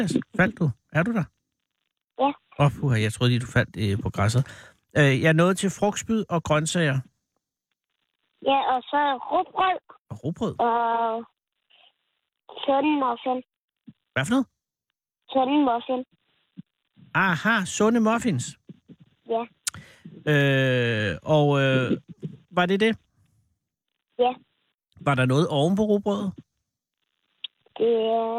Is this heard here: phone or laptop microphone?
no